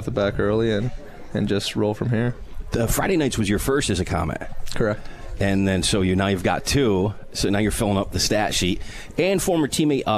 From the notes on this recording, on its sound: Live from Swifty’s